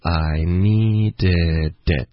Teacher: 所以后面的这个 it 的特的音省略，可是这个 it 的这个 i 的这个元音还在 · Term: 连读